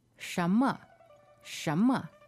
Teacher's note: Second tone and neutral, right?